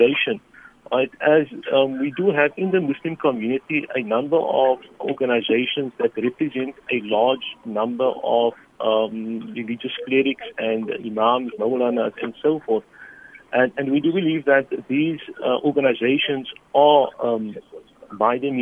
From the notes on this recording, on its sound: Guest in studio. Guest on the phone.